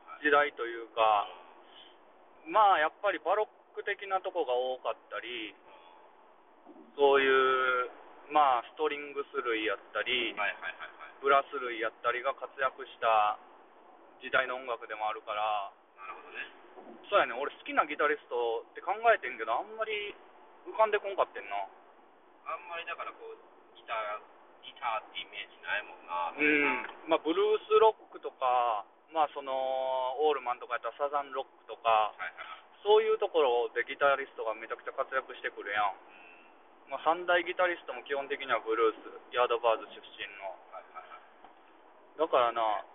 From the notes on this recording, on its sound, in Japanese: 車中トークのため音質悪